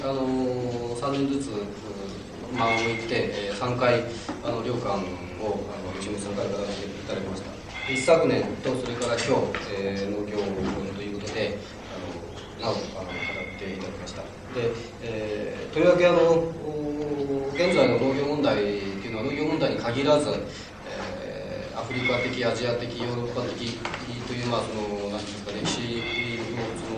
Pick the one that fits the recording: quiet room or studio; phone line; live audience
live audience